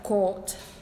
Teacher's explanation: The length of the vowel will be shortened, will be clipped · Term: pre-fortis clipping